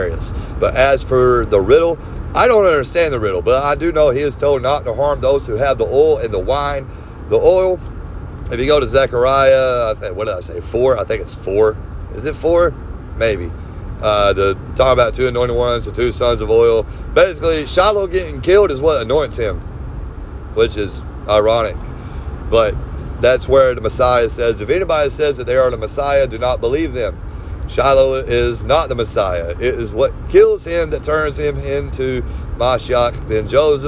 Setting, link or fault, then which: fault, phone or laptop microphone